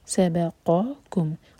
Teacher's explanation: ما سبقکم بها، ما دو حرکہ لمبا، سب دونوں لائٹ، ایک ایک حرکہ اور قاف ہیوی آگے، سبقکم، قاف اور کاف الگ الگ سنائی دینے چاہیے، دونوں کا مخرج سپریٹ ہے، قاف حلق کے اندر سے، کاف تھوڑا آگے سے ہے